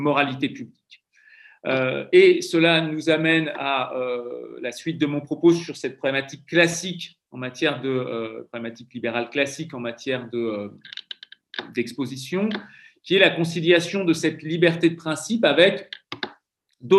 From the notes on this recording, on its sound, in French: Enregistré sur Zoom le 4 février 2021